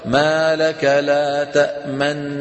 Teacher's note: طالما الغنة الممطوطة موجودة الشفتين مضمومة · Term: الإشمام